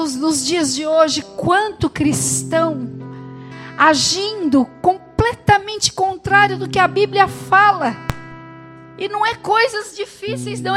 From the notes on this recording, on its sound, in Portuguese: Gravado no Culto da Família